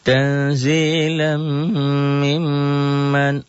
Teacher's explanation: Cara bacanya tiga, dibaca double karena ada tasdidnya, dengung ke hidung gunnah, dan ada panjangnya, ditahan satu alif sampai satu alif setengah atau 2-3 harokat.